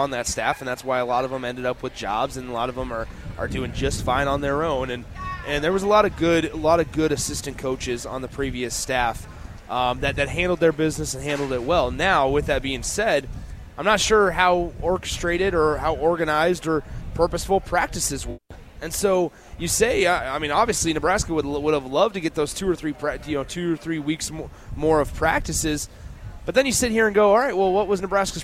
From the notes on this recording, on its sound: LIVE from Lincoln Airshow